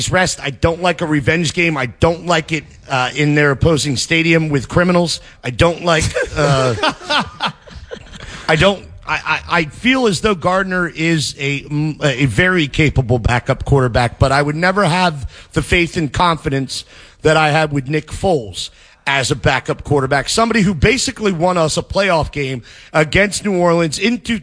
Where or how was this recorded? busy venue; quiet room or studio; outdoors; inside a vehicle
busy venue